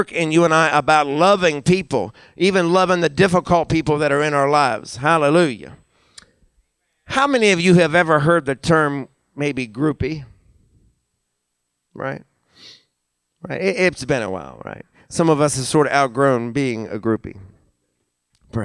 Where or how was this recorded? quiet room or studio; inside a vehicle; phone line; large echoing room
large echoing room